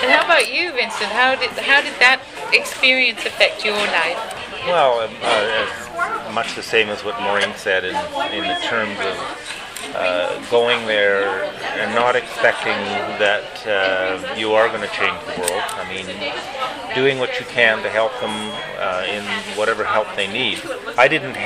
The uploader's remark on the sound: At a Tim Horton's in Kamloops, BC. Just as they were returning from a trip.